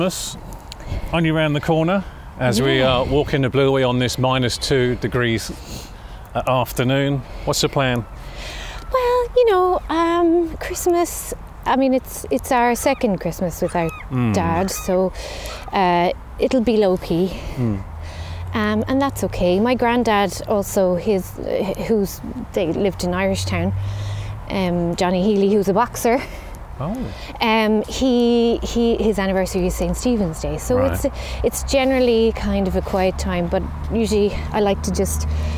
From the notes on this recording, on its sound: Recorded down the Blueway during the freezing cold weather when temperatures were in the minuses